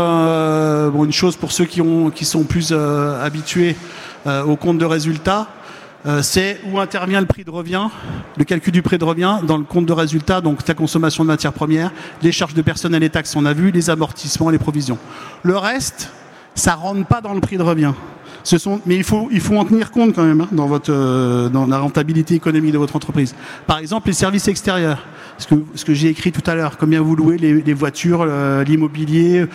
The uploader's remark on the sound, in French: Conférence enregistrée le vendredi 21 octobre 2022, au Salon du Brasseur. Conférence enregistrée le vendredi 21 octobre 2022, au Salon du Brasseur.